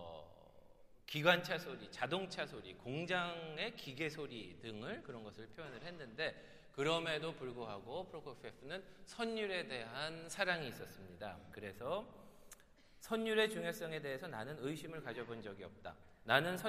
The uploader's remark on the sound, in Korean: 토요콘서트 실황